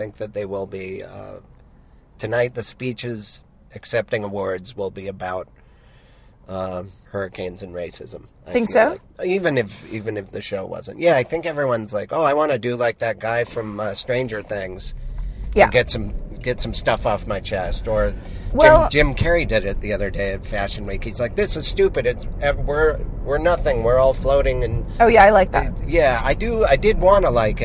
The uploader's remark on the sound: back in the car